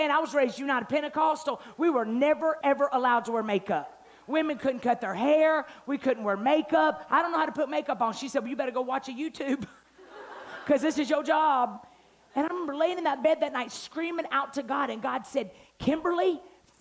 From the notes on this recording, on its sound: night one of our Bold Conference